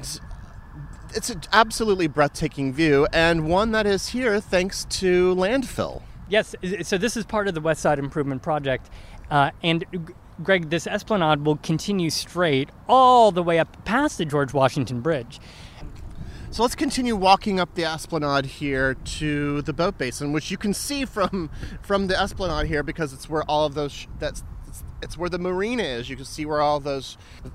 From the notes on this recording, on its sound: We visit the park itself to give you the full dynamic sound experience, reviewing Riverside's most spectacular attractions.